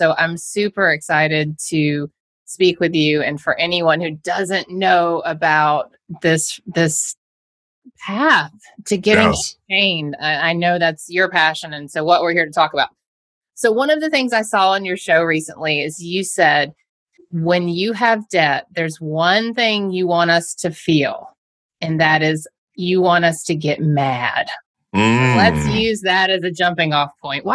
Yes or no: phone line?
no